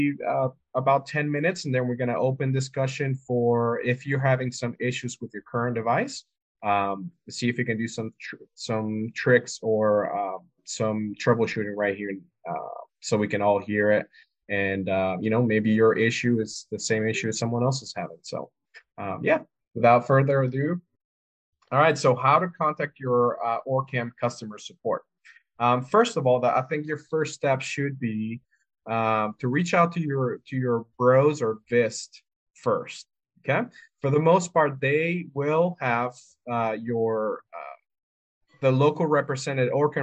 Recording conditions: video call